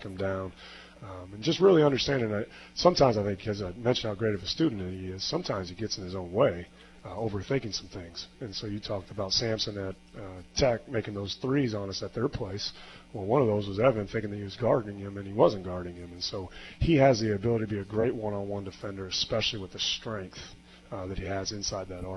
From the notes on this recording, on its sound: live from Wings etc!